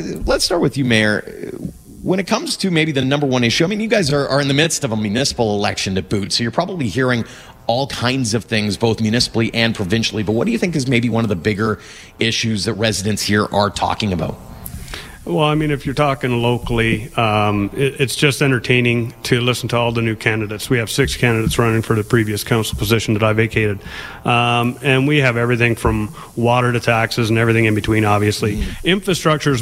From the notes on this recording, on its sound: Join the show as we take you to Turner Valley and Black Diamond, live from the Eau Claire Distillery.